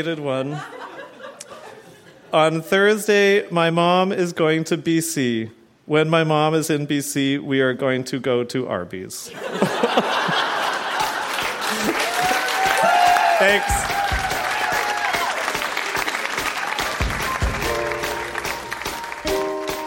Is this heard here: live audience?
yes